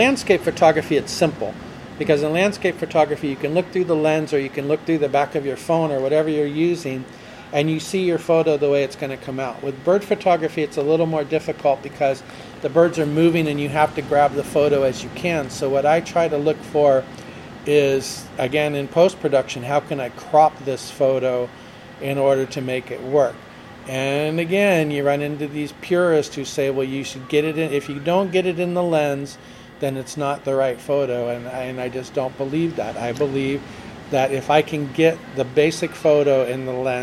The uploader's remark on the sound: interview on location by the sea